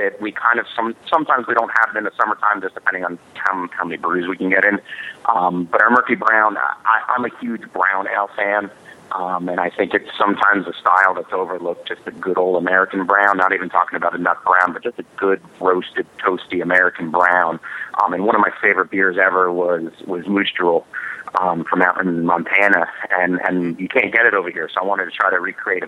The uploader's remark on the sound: Featuring live in studio guests. We had Flounder Brewing Company, one of the premier craft breweries in New Jersey call in to the show for an awesome interview.